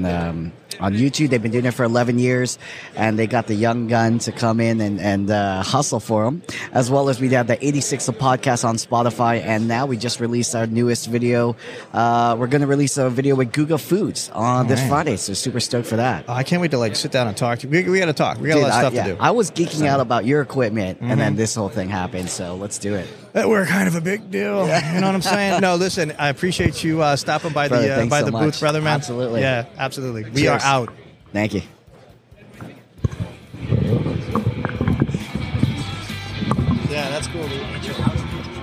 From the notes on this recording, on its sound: This is a short interview we were fortunate to record while at the NAFEM23 show in Orlando.